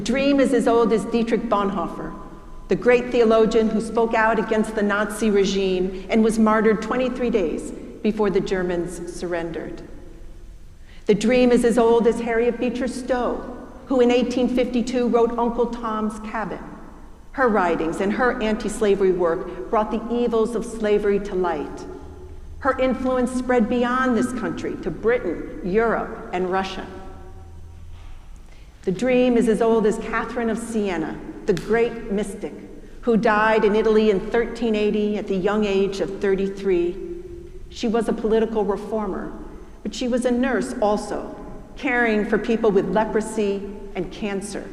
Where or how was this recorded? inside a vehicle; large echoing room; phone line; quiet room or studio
large echoing room